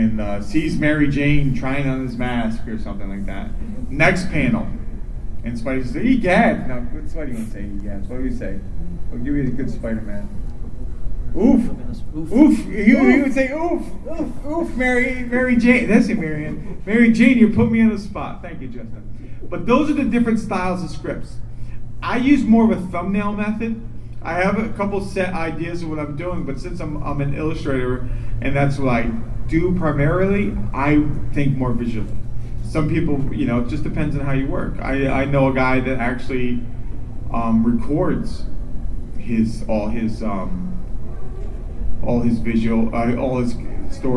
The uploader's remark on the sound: Playing the audio of the panel. Wizard World Fort Lauderdale, Florida.